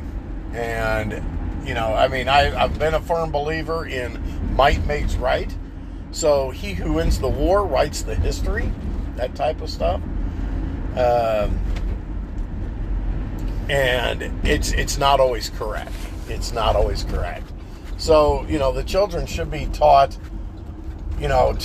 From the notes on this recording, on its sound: While driving.